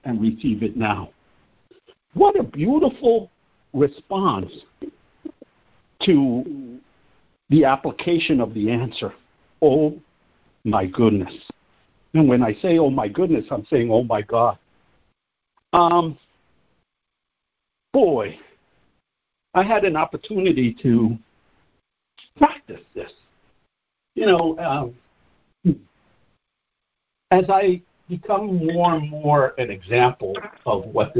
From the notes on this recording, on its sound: ACIM Daily Conference Call.